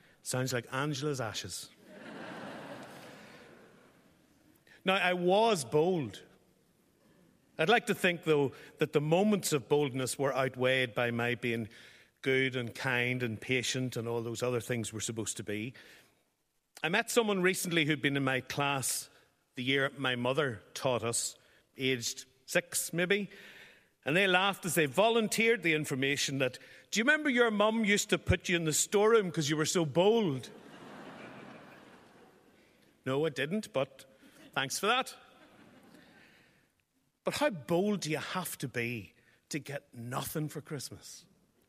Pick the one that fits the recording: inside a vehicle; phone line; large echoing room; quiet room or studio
large echoing room